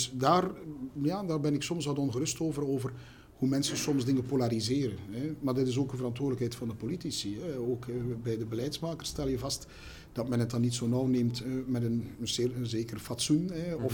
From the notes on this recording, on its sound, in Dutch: Deze aflevering werd live opgenomen tijdend het #IRSL evenement.